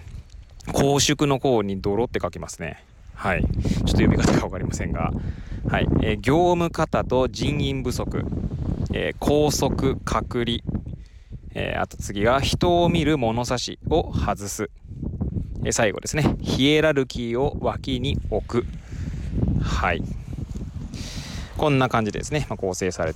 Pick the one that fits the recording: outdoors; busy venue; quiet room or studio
outdoors